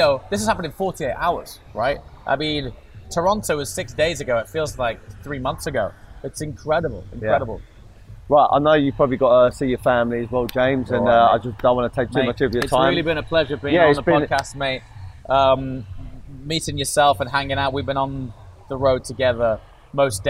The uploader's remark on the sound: In this special episode, recorded in Miami and direct from the Gumball Rally.